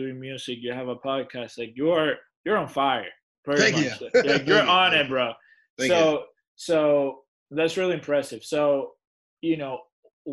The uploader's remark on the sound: This episode was done over a Zoom call